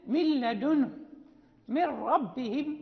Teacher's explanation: عند من يدغم إدغاما كاملا في الراء واللام، يعني فليست هناك غنة البتة · Term: الإدغام كاملا